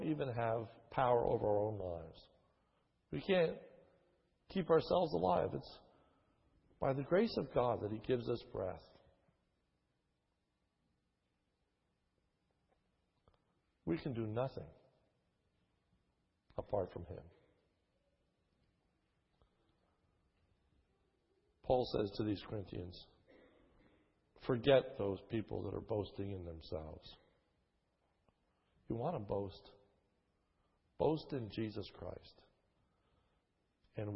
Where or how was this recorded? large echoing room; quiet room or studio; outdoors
large echoing room